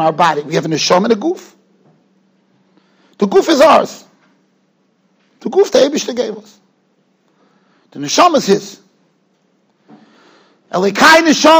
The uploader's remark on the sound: Shiur recorded in Yeshivas Ohr Reuven, Monsey, NY.